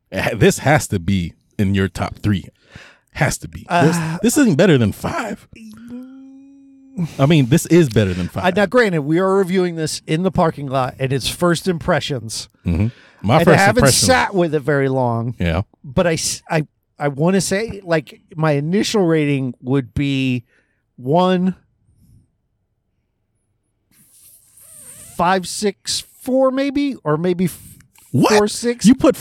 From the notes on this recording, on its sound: One dude looked at us weird while recording. We watched SCREAM VI and went to my car and hit record.